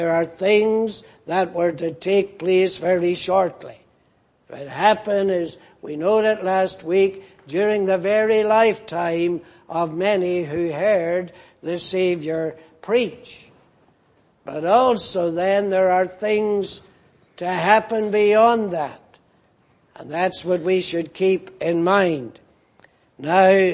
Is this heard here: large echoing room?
yes